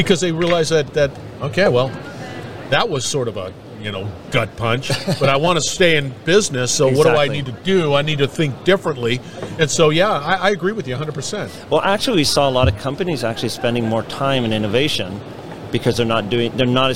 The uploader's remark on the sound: At the IoT Solutions World Congress.